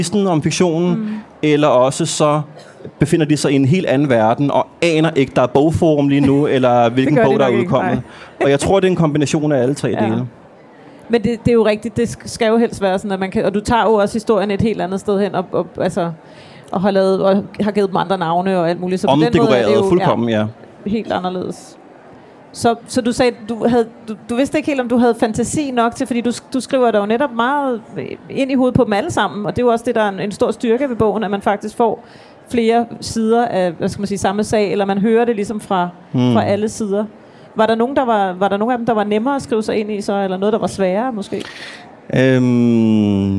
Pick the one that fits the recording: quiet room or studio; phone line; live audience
live audience